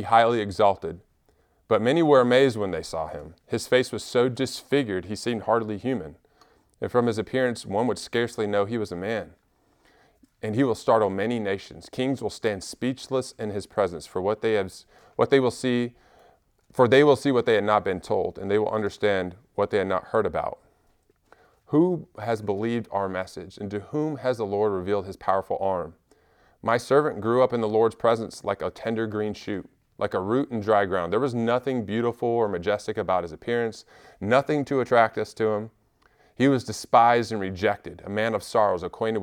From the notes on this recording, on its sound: Recorded at Emmaus Church in Buford, GA on Wednesday, March 8, 2023.